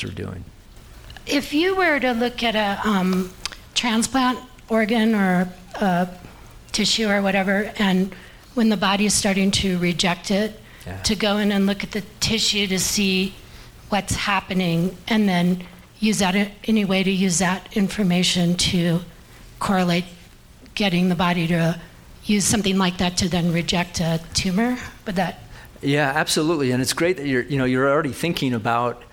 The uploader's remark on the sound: His "Town Talk" sponsored by Telluride Science, was recorded at the Telluride Mountain Village Conference Center in Colorado. The program was moderated by veteran broadcast journalists.